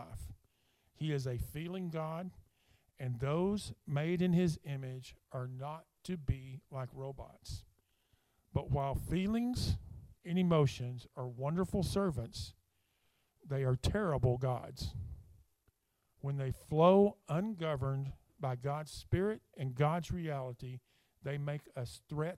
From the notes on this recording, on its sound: speaking at Soma Community Church in Jefferson City, MO on 30 April 2023